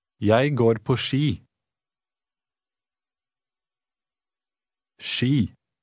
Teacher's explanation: When followed by an I, the letter combination SK has a sh sound.